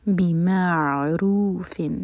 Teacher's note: فامسکوہن، مد طبعی، نون پر غنہ. بمعروف، عین پر سکون، عین پر تھوڑا ٹائم دیں گے تاکہ جھٹکا نہ ہو